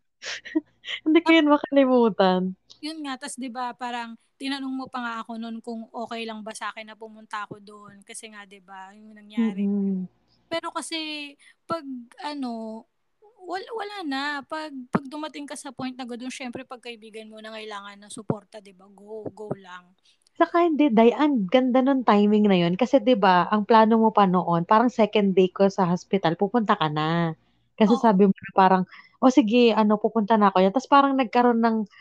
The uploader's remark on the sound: Disclaimer: sorry sa audio ko, lamnyo na, slapsoil probs LOL.